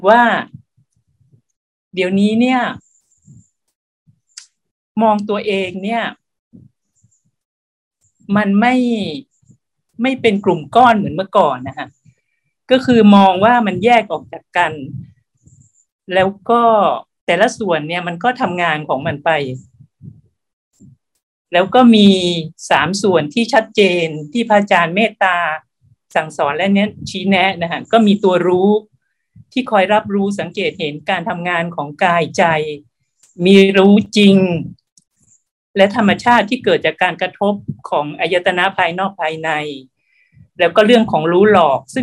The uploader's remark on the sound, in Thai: คอร์สออนไลน์ (ผ่านโปรแกรม Zoom).